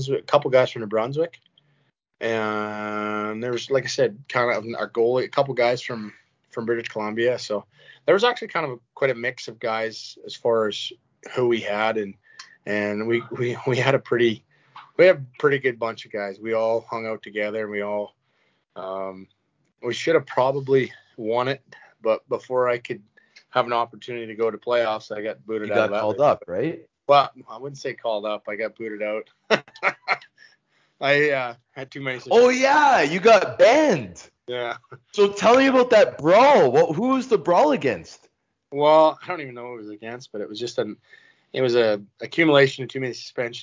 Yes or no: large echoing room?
no